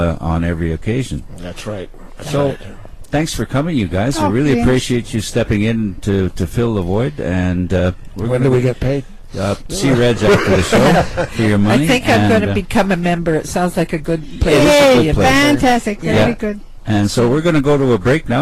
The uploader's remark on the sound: The weekly phone.